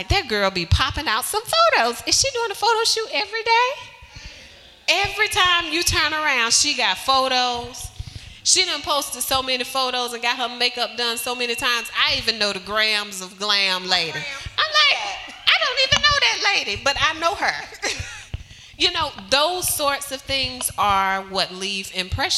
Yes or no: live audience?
yes